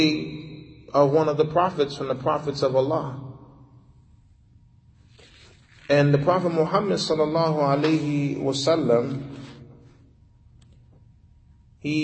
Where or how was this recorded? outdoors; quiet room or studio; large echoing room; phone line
large echoing room